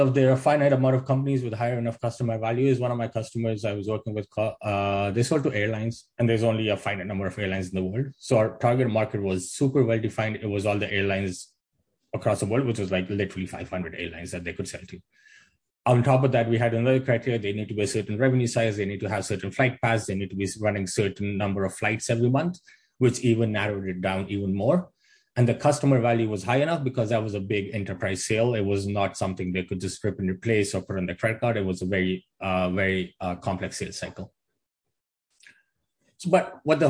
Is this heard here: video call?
yes